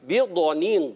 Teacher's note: ضاد جو ہوتا ہے اس کو پر رکھنا ہے پر بھی ہوتا ہے ایکسٹرا پر ہوتا ہے